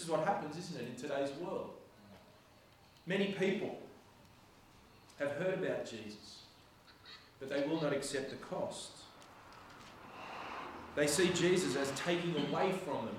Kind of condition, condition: setting, large echoing room